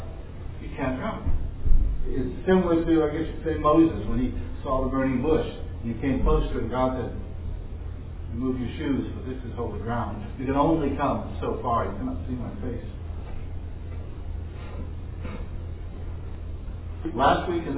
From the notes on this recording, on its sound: This was preached in an open public venue, so please forgive the background noise.